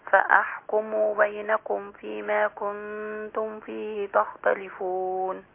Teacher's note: ما تطوليش برضو ضمة الميم عشان لا يتولد بعدها واو. فأحكموا بينكم فيما كنتم فيه تختلفون.